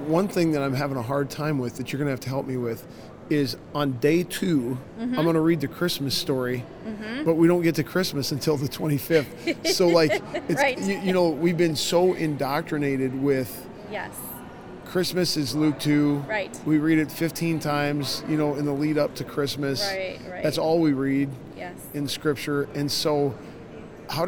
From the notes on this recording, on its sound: LIVE from CPE 2022!